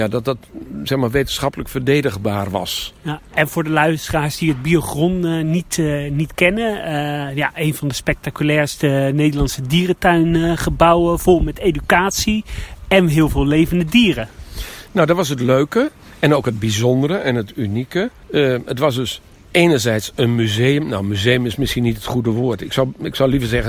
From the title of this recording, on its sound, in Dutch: Wandeling door het Noorder dierenpark